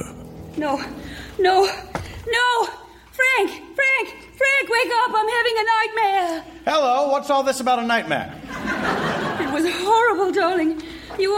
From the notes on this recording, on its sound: Recorded Live 8/6/2011 at Largo, Los Angeles.